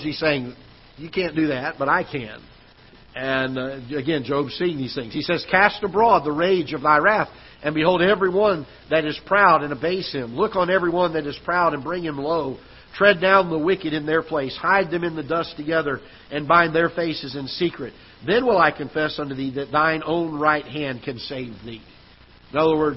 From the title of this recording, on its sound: Ketha Heights Baptist Church ~ Live Broadcast